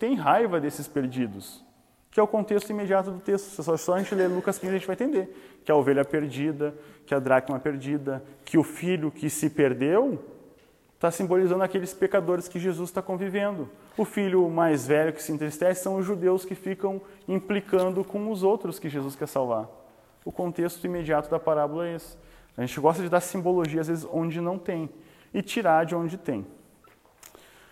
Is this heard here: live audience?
yes